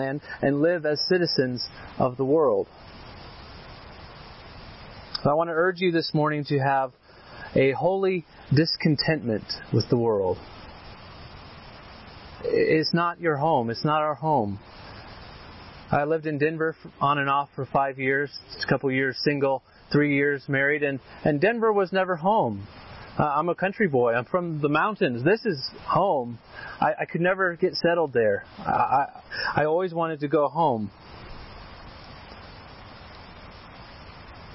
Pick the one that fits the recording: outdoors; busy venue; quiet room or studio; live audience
outdoors